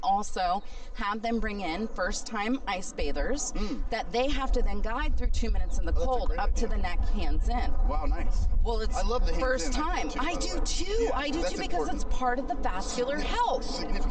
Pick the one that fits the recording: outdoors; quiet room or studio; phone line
outdoors